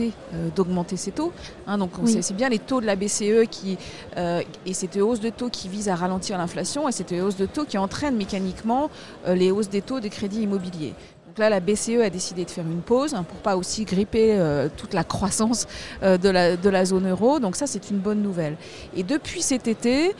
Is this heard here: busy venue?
yes